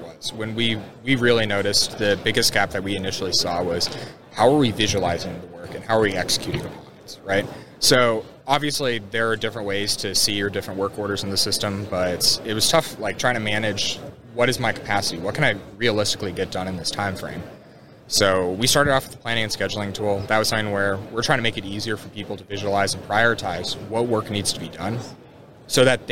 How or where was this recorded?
busy venue